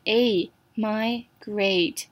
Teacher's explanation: 它的重音在 mi 的地方发 my 的音 grat 则是 a migrate，那它的名字就是 migration，这个重音不一样，这是在 GRA 的地方，也是指迁移。那这个呢有时候会用在动物身上，像是我们他们有那种一年一度的大迁移，就是用 migration。那有另外一个字呢在前面加了 im